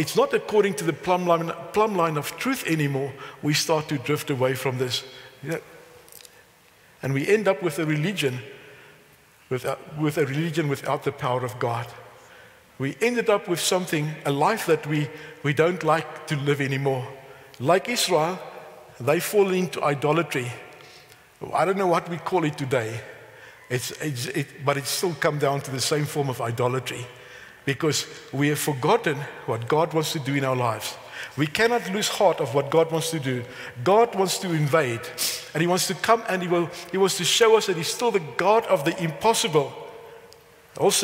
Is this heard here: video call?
no